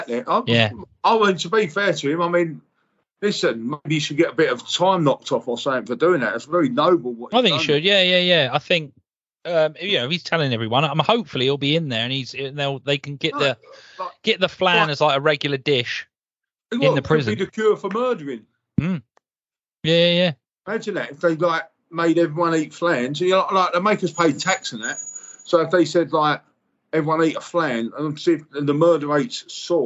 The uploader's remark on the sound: Coming to you live from New York and Morocco! Here via skype.